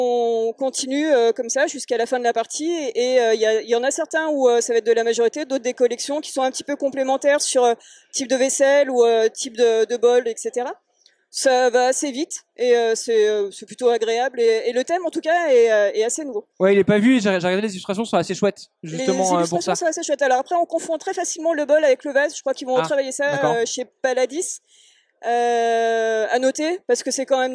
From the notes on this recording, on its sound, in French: Nous sommes au Festival Professionnel des Jeux de Vichy 2023